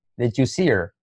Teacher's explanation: Y fíjate que lo curioso en inglés, cuando unes la D con la Y, en el caso de did you, se puede hacer como una J, did you. Y luego también podemos saltar la H